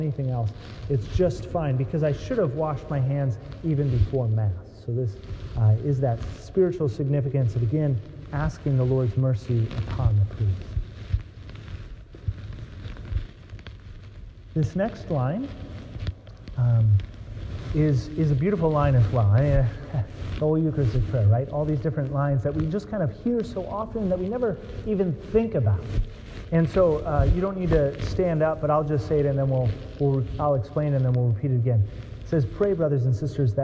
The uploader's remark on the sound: Sorry about the scratchiness of the sound. I had to put the microphone in my pocket which did not help.